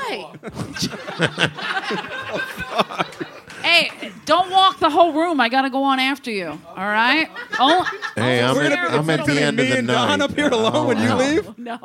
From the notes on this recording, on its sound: LIVE FROM THE COMEDY STORE